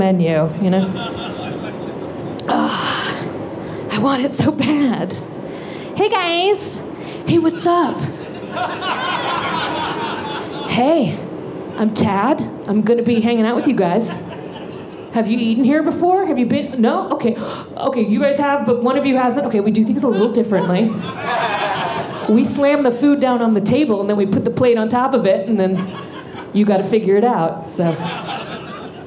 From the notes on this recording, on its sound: In a very special LIVE episode from Number 38 in Denver, Colorado.